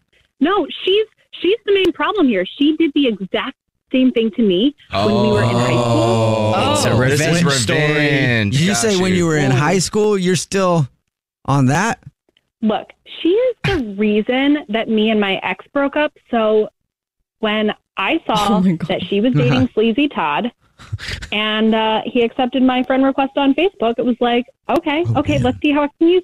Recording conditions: phone line